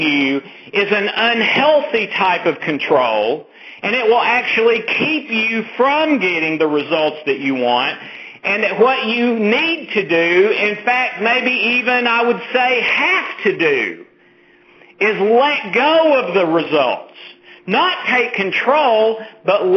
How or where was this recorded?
phone line